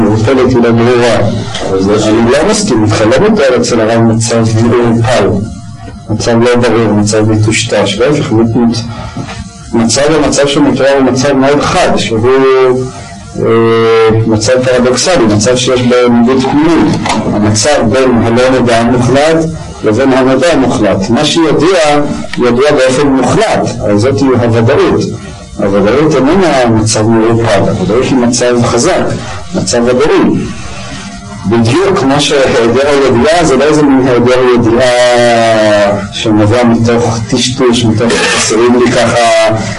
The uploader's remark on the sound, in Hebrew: הקלטה משובשת.